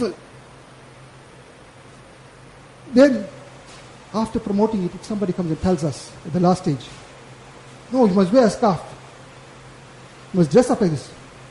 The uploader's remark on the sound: Jumuah lecture at Glenearn Road Masjid 13 January 2023